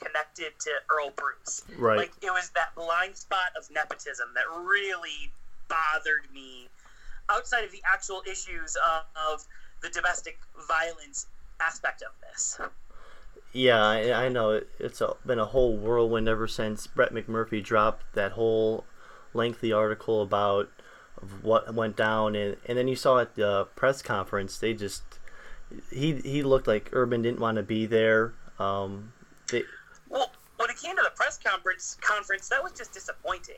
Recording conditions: poor sound quality